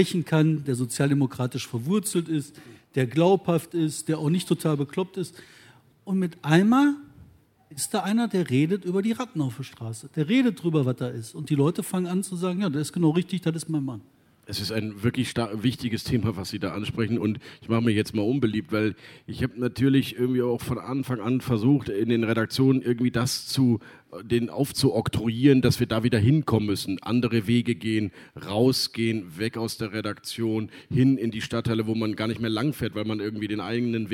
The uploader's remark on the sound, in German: Im RP-Zelt beim Campfire-Festival in Düsseldorf.